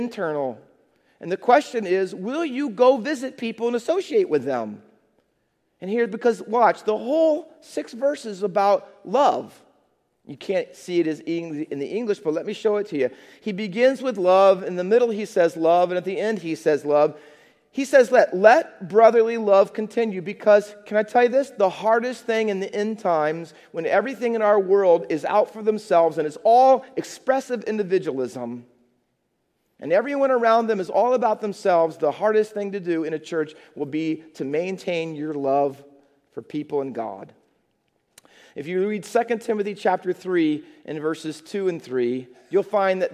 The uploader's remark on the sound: Faith Baptist Church in Hamilton, NJ.